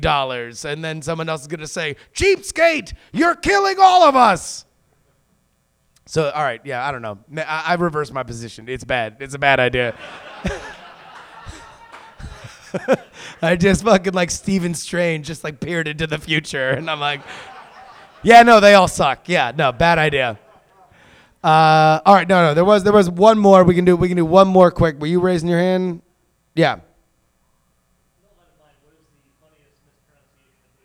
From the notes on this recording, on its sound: Live Show. Recorded live at the Pianofight Theater.